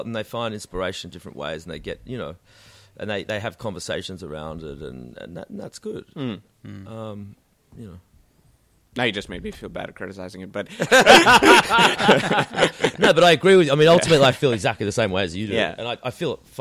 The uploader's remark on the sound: Recorded live at the Brunswick Street Bookstore.